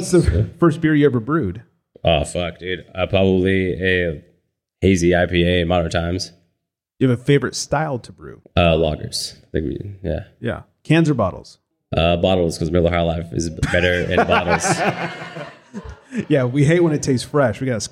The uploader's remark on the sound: We’re so excited to share our live interview. The listeners in the audience submit some great questions.